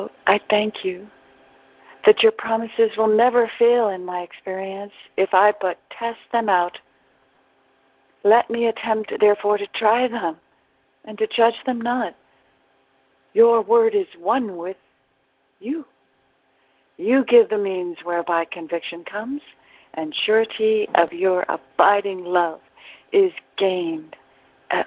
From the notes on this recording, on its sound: ACIM Daily TEXT Conference Call